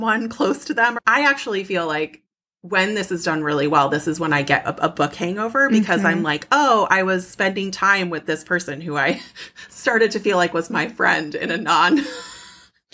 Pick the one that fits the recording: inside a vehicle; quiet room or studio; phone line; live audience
quiet room or studio